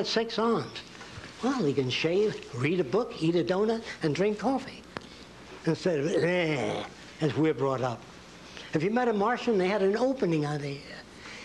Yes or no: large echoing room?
yes